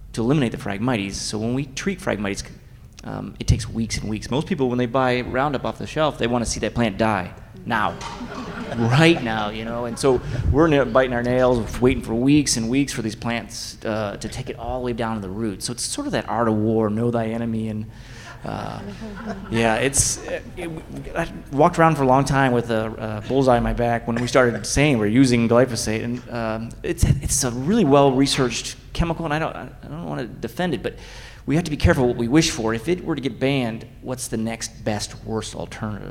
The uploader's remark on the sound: Audience Q&A